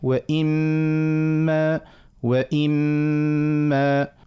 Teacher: معاش مثلا إذا كانوا ناخذوا مثلا في آخر سورة الرعد ربي قال وإما نرينك، وإما نقاه مكتوبة وإن بالنون وبعدها ما، هذه النون ساكنة بعدها ميم متحركة باش نقراها بالإدغام، ما نقولش وإن، مع تلسانة ما يمشيش المخرج النون وإنما يمشي طول الشفتين هو مخرج الميم، وباش نعطيه الغنة بتاعه وإما وإما باش تكون الغنة طويلة وتامة كل شيء، والغنة هذيك في الميم. · Term: إدغام بغنة